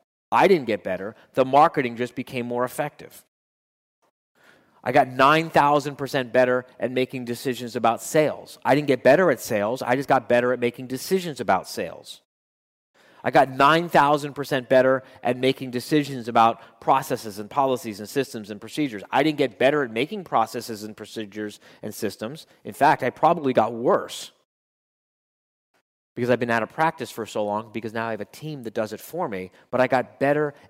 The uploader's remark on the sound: addressed his members at a Live Quarterly Meeting in West Palm Beach, Florida